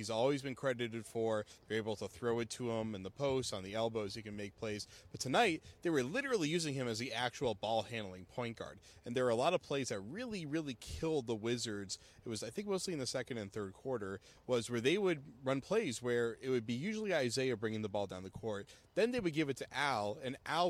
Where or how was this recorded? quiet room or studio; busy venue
busy venue